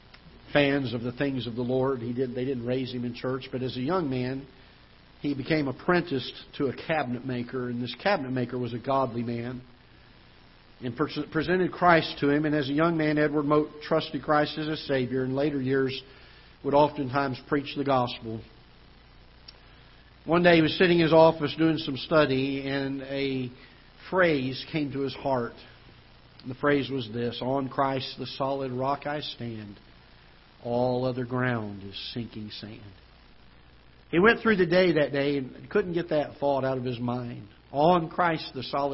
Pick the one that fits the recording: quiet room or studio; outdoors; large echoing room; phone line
large echoing room